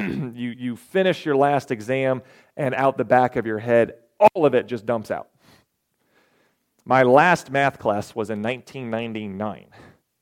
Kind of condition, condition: setting, large echoing room